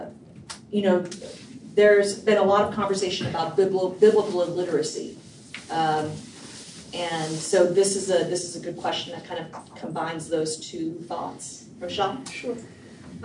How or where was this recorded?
busy venue